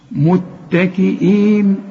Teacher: شوف التاء دي هي مشددة زي متاء، إنما لا تغن